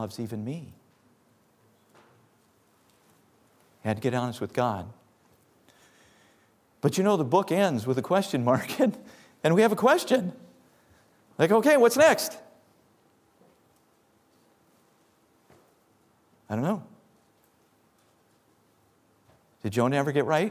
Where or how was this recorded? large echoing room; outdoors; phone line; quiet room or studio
large echoing room